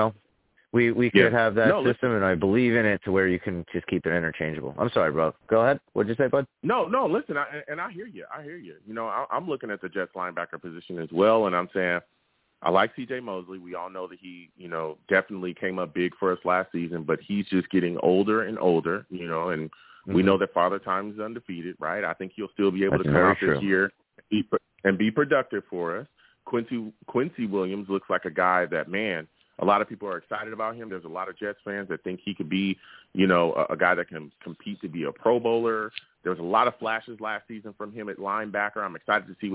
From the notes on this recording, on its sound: I also take live callers!